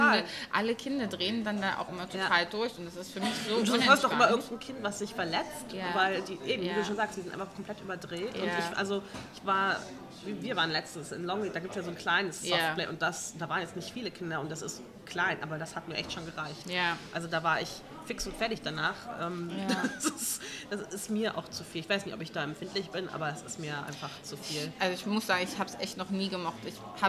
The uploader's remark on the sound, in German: Wir sitzen im Café und haben technische Schwierigkeiten galore.